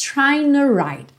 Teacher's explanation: Aqui, trying to write, o G não é pronunciado. Na junção desse N do trying com o T do to, acabou que o T perdeu um pouquinho e ficou trying to write.